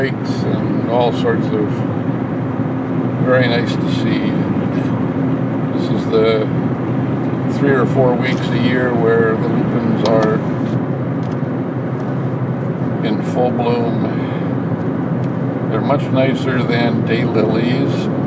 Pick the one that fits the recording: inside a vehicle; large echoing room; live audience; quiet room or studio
inside a vehicle